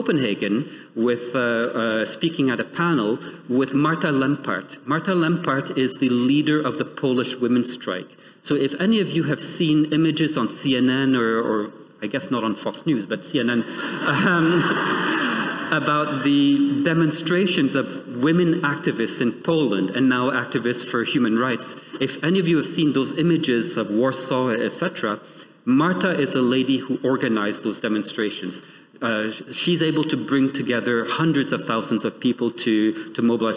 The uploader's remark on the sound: The following episode is a recording of the event